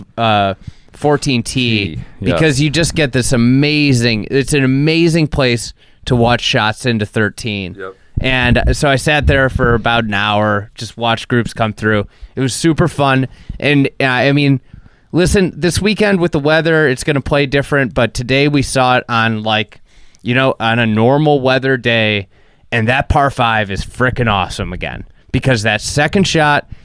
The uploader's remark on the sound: Live(ish) from the Masters press building. From Augusta National.